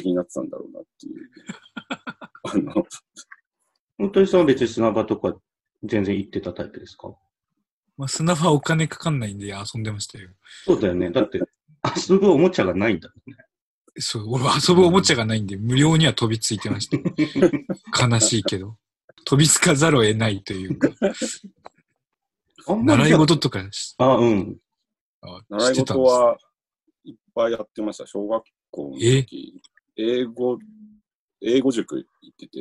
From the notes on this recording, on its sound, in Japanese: 収録地：それぞれの家（ZOOM収録）。